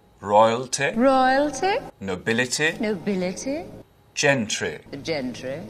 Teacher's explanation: And those short ending I sounds. You won't really hear that in English accents anymore.